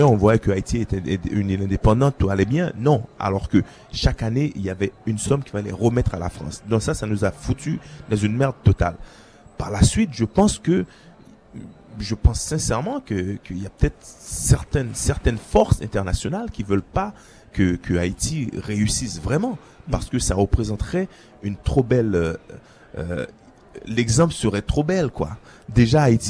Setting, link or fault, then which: setting, busy venue